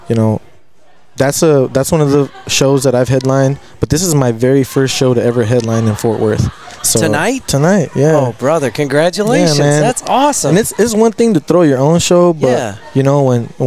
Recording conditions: busy venue